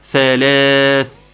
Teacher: طبعا الثاء ضعيفه خالص، عاوز انك تطلعها لي وتظهرها كويس وتطلع لسانك فيها